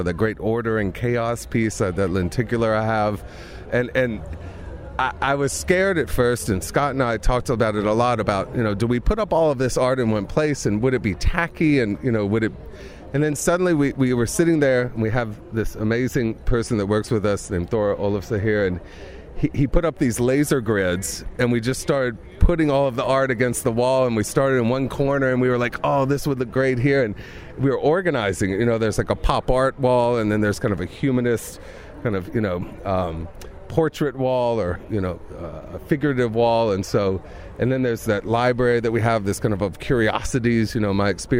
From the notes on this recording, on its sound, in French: Reykjavik Fashion Festival - Iceland. Interview pendant Reykjavik Fashion Festival en Iceland.